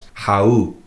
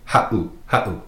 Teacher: If you were to take out that 7, it would be pronounced hau, but with the 7 in there, makes that little glottal stop, that pause · Shown in: second take